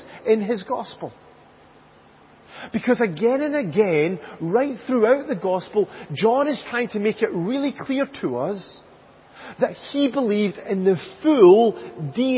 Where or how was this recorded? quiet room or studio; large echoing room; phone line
large echoing room